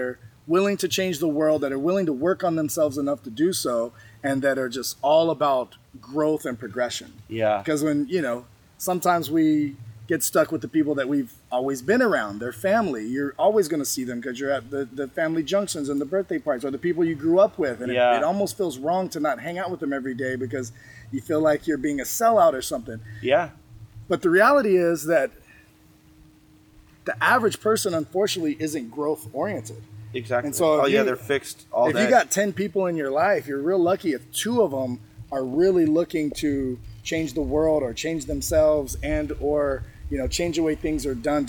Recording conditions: outdoors